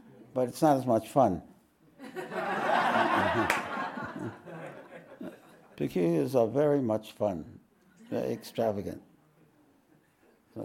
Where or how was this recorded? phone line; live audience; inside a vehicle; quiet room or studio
live audience